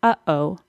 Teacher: A glottal stop is the sound in the middle of uh-oh, or the first sound of a cough. A glottal stop is kind of a non-sound sound.